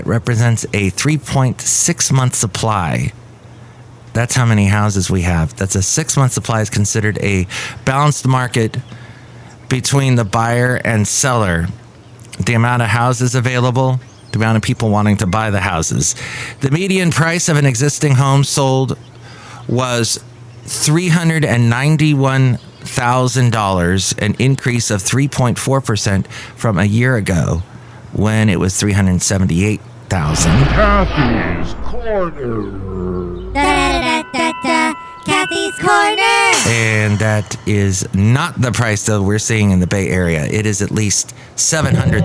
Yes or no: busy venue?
yes